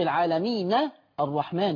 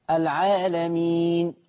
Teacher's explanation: لو وصلت العالمين الرحمن دي نون مفتوحة في الوصل، لكن لما بتقف العالمين، الله، دي نون ساكنة